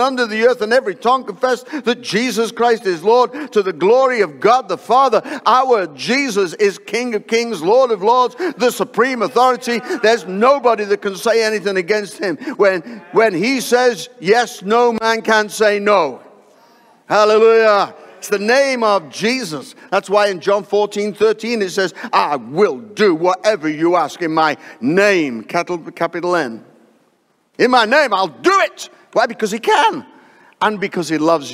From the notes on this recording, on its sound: live from Destiny Church, Wakefield, UK